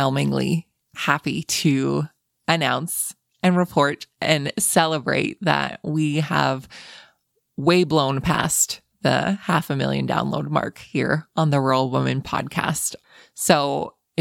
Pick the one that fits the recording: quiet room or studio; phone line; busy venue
quiet room or studio